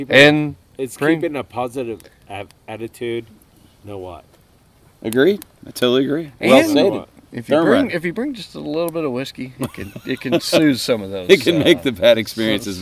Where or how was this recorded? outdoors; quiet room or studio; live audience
outdoors